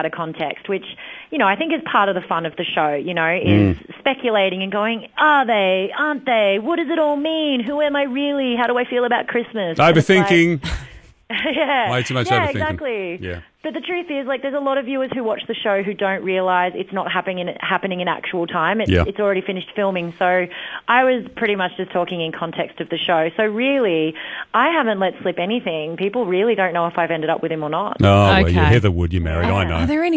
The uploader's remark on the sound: … decided to open the phones.